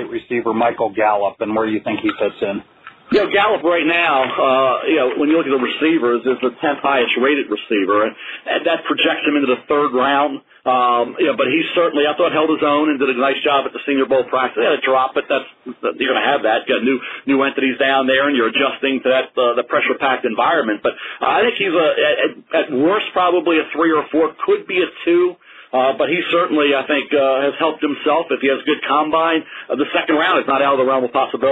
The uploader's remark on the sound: NFL Draft Conference Call